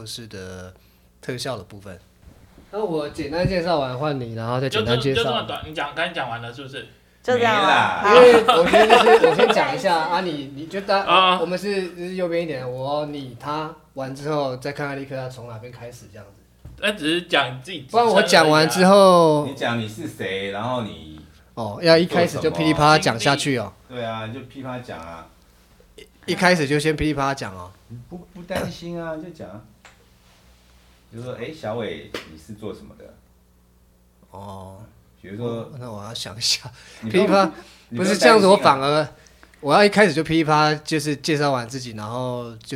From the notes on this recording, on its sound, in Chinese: 現場錄音大亂鬥，人窮麥克風少，收音品質差強人意